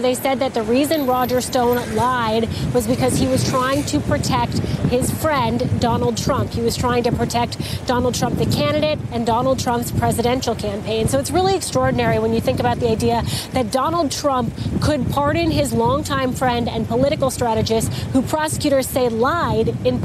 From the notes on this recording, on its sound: live from the New York Stock Exchange